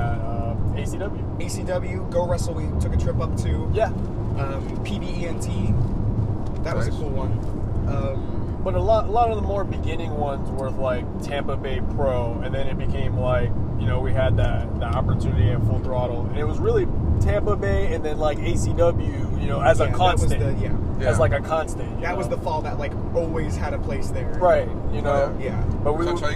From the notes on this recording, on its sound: We recorded on our way back from REAL Pro Wrestling in Fort Myers, FL